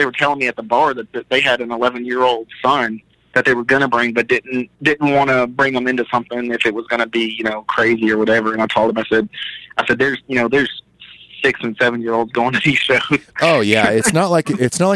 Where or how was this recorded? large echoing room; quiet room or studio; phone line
phone line